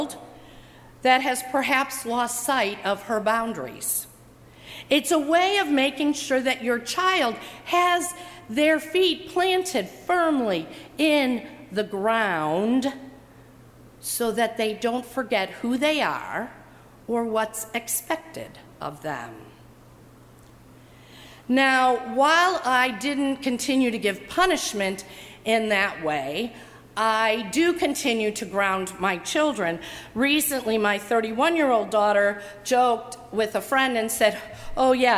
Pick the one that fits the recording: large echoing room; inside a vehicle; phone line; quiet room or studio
large echoing room